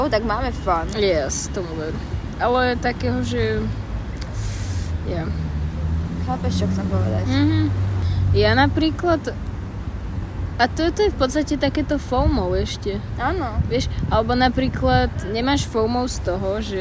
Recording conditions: outdoors